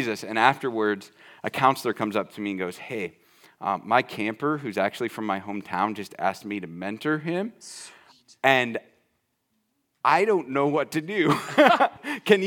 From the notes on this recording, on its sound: This very special episode of The Hidden Acres Podcast was recorded LIVE in front of the students at Forged, the student ministry of Stonebridge Church in Boone, IA.